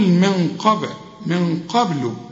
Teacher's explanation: الباء هنا لازم حنقلقلها